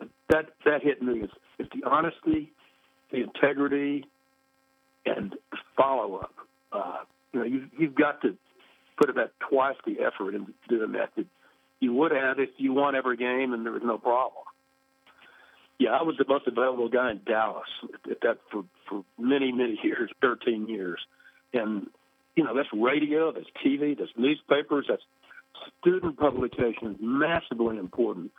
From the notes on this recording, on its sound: spoke with us on the phone from his home in Colorado Springs